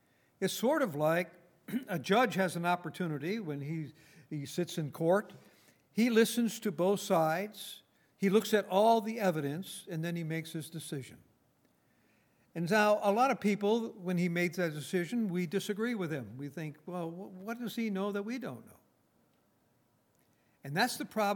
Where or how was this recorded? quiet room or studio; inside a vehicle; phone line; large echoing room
large echoing room